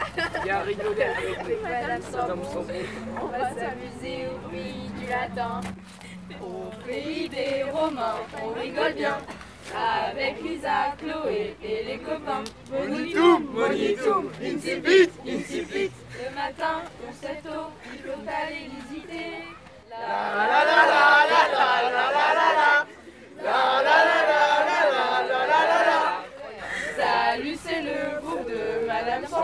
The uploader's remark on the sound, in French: L'enregistrement s'est fait lors de la performance en plein air dans les jardins du musée d'Arles.